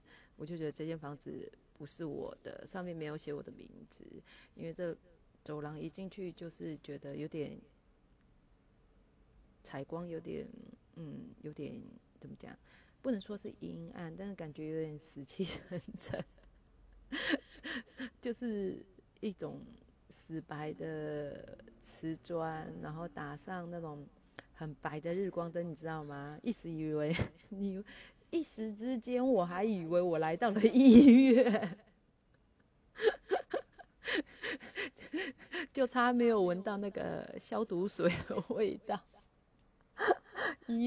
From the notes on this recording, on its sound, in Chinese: 第一次錄音錄音品質不是很好。我這次錄音前忘記先調整音量了。